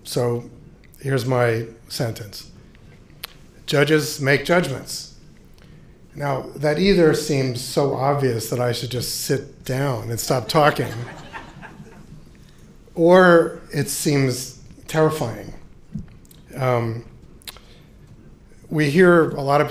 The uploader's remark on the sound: delivered this lecture on October 4, 2018 at Jenner & Block Chicago